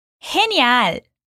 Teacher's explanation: por mais que essa palavra comece com G-E, o som vai vir da garganta